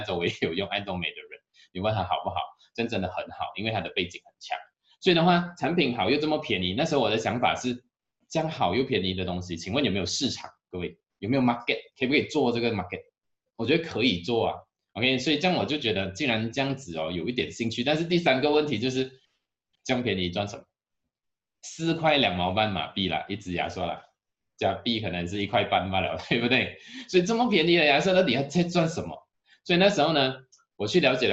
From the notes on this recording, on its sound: Canada Zoom Seminar